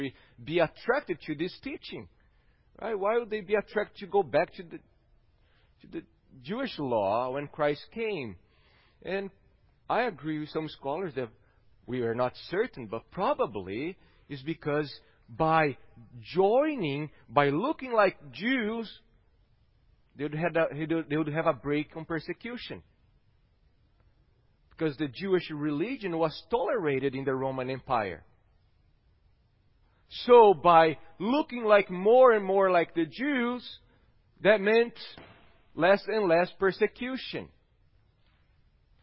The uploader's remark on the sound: at Gracious Cross Reformed Church Salem on Sunday, January 24th, 2021.